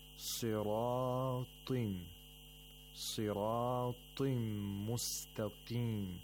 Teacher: three letters of isti'la with kasra, or tanween al-kasr. And all of them have to be pronounced with the lowest level of tafkhim.